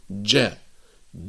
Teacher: ليس هنالك يعني جريان للنفس، وإنما هو انحباس للنفس · Term: الجيم الفصيحة